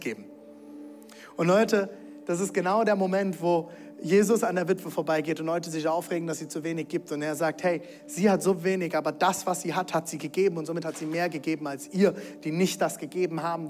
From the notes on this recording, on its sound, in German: Audiomitschnitt der Predigt